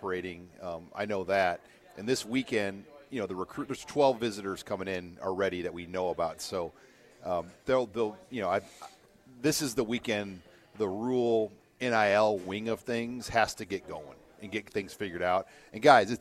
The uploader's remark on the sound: Live from Tanner's